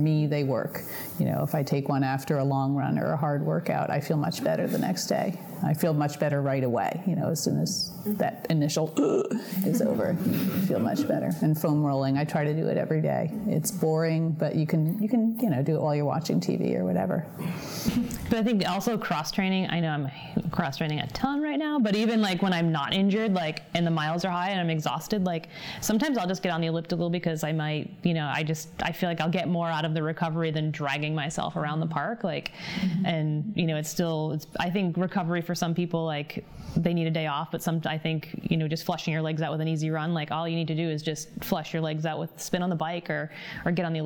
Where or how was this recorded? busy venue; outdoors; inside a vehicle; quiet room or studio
busy venue